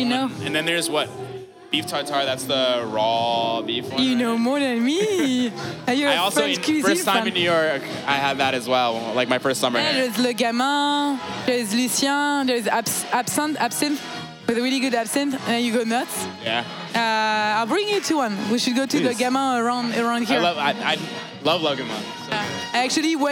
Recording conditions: busy venue